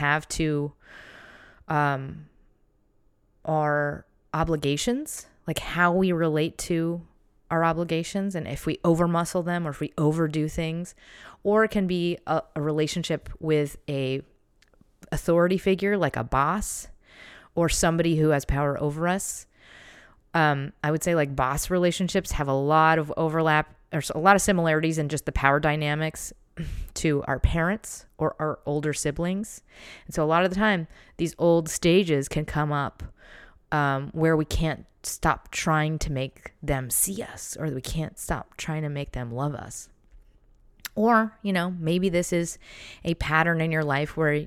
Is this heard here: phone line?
no